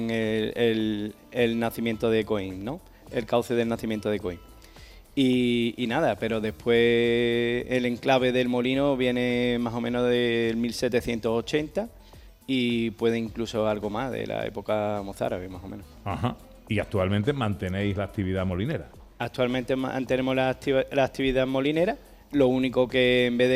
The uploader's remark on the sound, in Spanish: Gente de Andalucía en directo desde Coín en Málaga